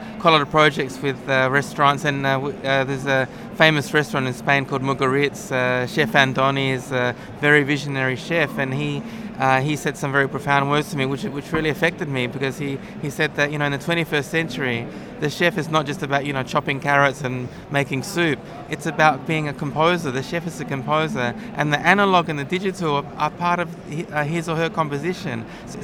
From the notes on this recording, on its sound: Recorded at the Wearable Technology Show 2015.